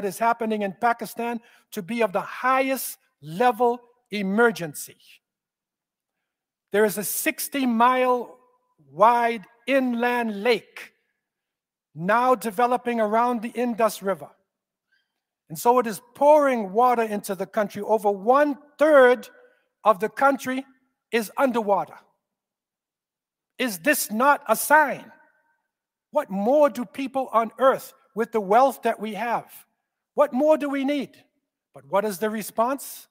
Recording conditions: large echoing room